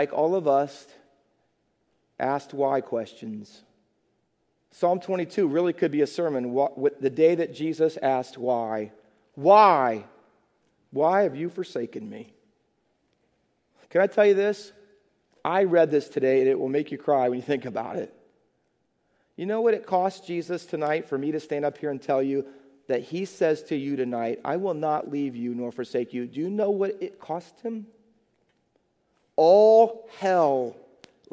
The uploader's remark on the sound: Faith Baptist Church in Hamilton, NJ.